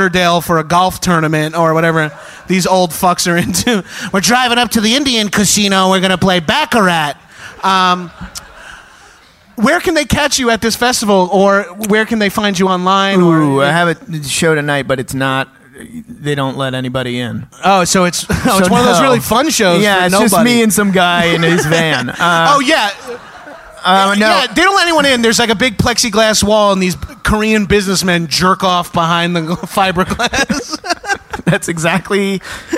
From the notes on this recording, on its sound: Live From SXSW. Live at The North Door in Austin for SXSW.